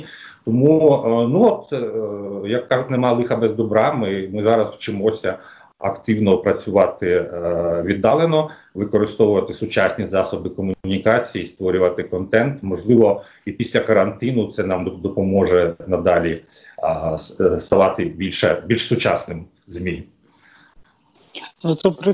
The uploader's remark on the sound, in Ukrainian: У ході розмови з допомогою skype-зв’язку.